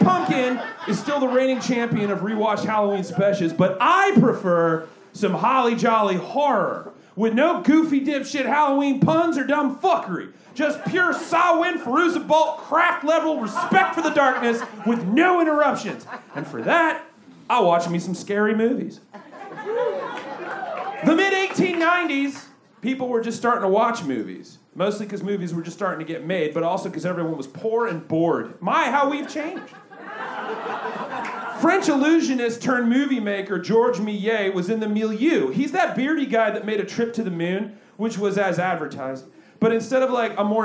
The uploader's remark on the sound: Recorded LIVE at Chicago’s Historic Green Mill Lounge on October 28th 2023